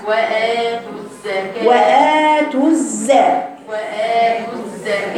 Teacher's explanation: الزي الأولى فيها الصفير فيها الزمن فيها الرخاوة مش الزكاة، انت بتحولها لحرف شديد فدي زمن الرخاوة.